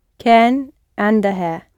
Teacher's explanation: The emphasis is on the andaha.